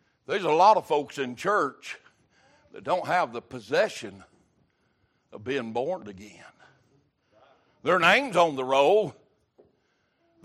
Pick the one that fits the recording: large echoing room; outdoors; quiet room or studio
large echoing room